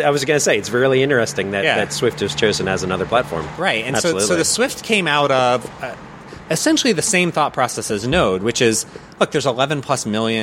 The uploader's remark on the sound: Recorded at ServerlessConf in Austin . Sorry for the background noise, we had to record outside.